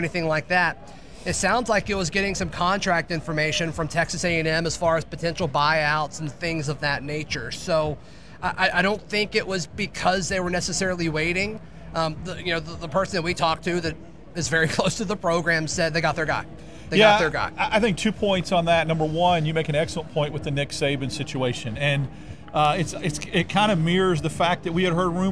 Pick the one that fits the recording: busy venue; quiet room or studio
busy venue